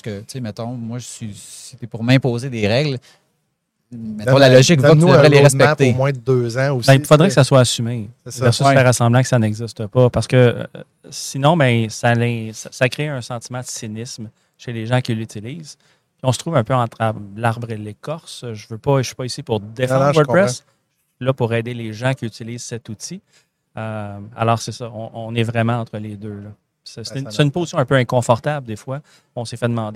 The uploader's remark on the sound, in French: en direct de Stratégies PME